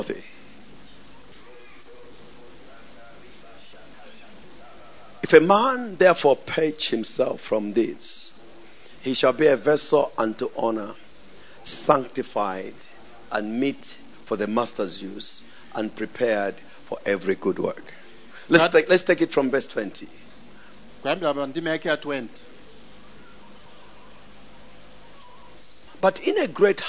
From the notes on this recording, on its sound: Preached at the Encounter Service at Word Alive Blantyre City Church on 22nd January 2023